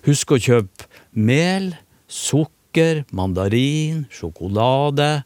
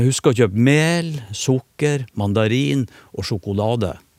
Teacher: hvis jeg sier sjokolade på en høy tone, så forventer hun at det skal komme mer · Shown in: first take · en sånn oppramsingstone.